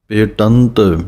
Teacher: ਟੈਂਕੇ ਦੀ ਆਵਾਜ਼ ਆਉਣੀ ਚਾਹੀਦੀ ਹੈ, ਬਹੁਤੇ ਢੱਡੇ ਦੀ ਆਵਾਜ਼ ਬੋਲ ਜਾਂਦੇ ਹਨ